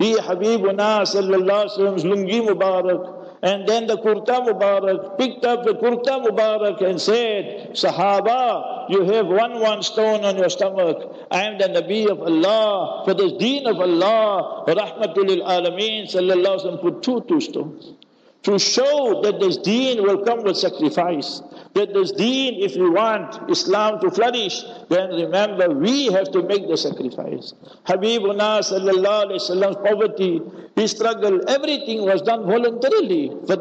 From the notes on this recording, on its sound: Local Jumah Lecture At Masjid Al Hilal